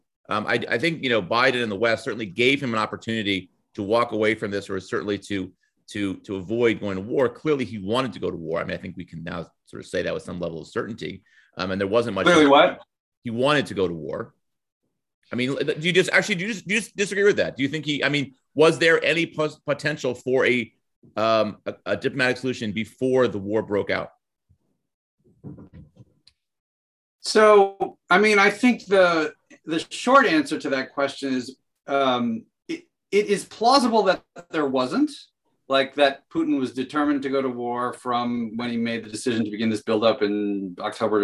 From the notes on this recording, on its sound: The Truth and Consequences Zoom Chat. Apologies in advance for some audio issues we had during the discussion.